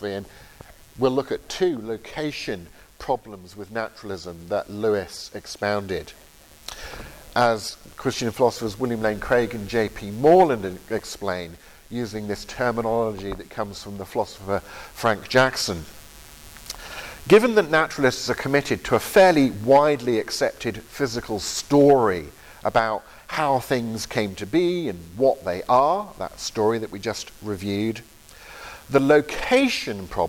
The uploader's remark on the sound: Lecture from the October 2023 Veritas Conference in Grimstad, Norway.